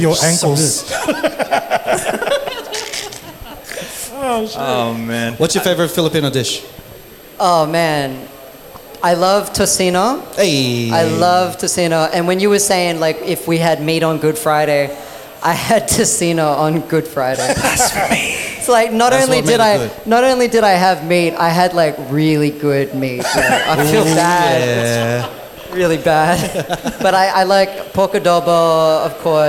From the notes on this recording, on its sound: LIVE at WestSYDe Markets. This episode we are LIVE infront of an audience in WestSYDe Markets in Common House Studios at Glendenning.